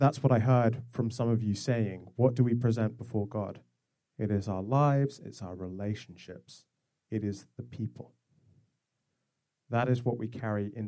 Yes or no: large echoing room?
yes